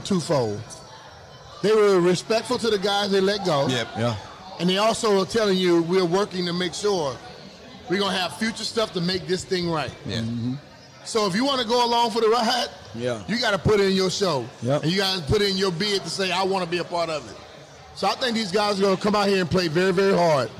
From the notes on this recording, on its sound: LIVE from the Commanders fan rally in Boston